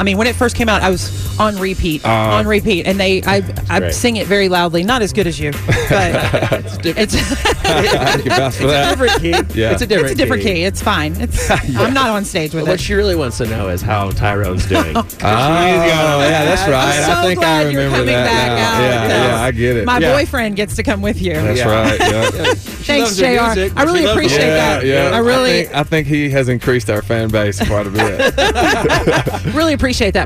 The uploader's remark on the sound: live from Nashville at the 53rd Annual CMA Awards!